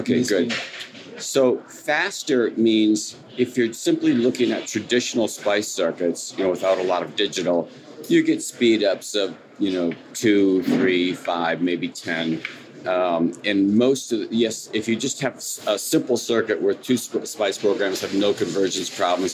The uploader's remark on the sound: I would like to draw your attention to the atmosphere of PCIM and in these audios you will hear the voices.